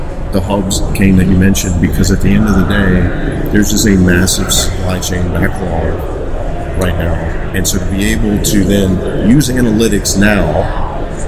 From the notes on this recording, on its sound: Today we're broadcasting live from the ARC forum here in orange in sunny Orlando, Florida.